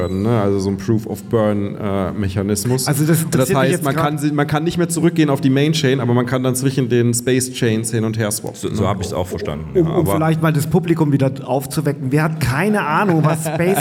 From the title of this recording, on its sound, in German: Live vom Bitcoin Block München